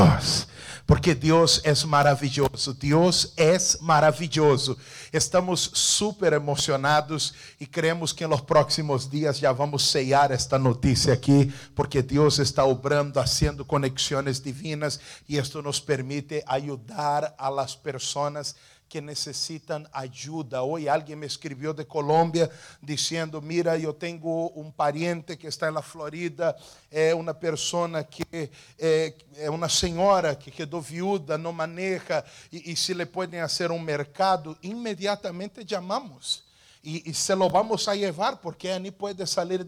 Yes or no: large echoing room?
yes